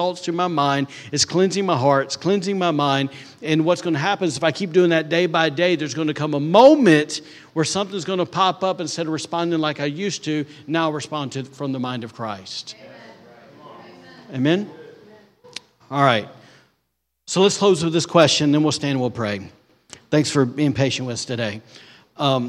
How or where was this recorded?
large echoing room